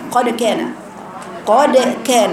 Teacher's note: ما تكسريش الدال في القلقلة